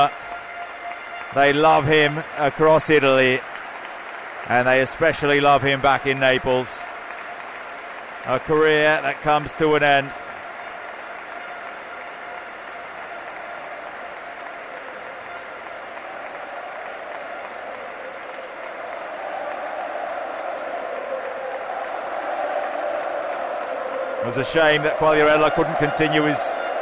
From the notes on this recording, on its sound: Enjoy all the audio from the Stadio Diego Armando Maradona. Live celebrations as Napoli finally lifts the Scudetto in front of their home fans. Stadium ambience.